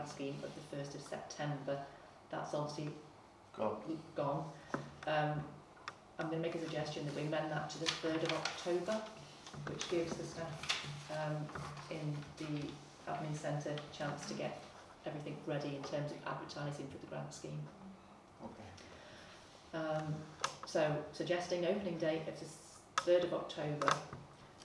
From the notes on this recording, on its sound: Audio recording of Frodsham Town Council Meeting 3.